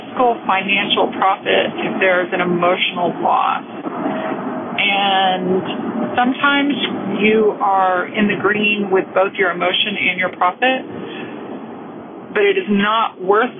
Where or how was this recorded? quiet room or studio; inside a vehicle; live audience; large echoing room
inside a vehicle